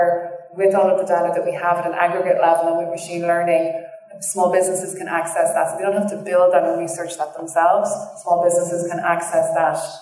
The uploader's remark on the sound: Apologies for audio quality